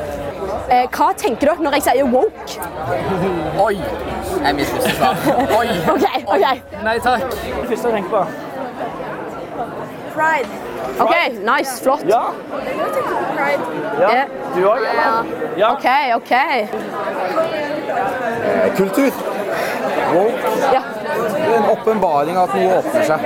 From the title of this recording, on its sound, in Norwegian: Live fra Impuls 2024!